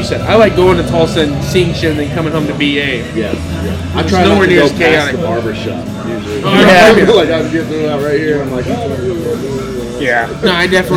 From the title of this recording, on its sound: LIVE FROM THE AXL BARBER SHOP